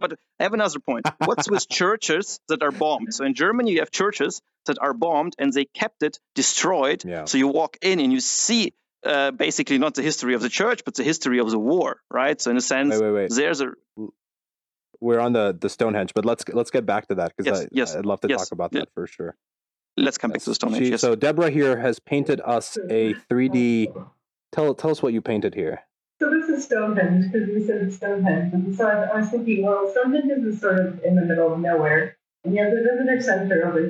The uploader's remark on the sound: Apologies for the audio quality for this episode. Sometimes impossible for windows to pick the right mic to record from.